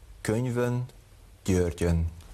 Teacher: Az Ö hangot tartalmazó szavaknál ajakkerekítésesek. Az N előtt egy Ö hang kerül.